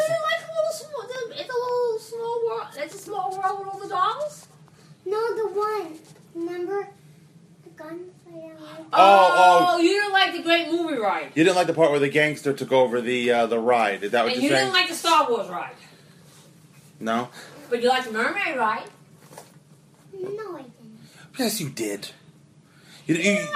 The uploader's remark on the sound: The show gets hijacked by a kindergartner at an airport who will refuse to stop singing.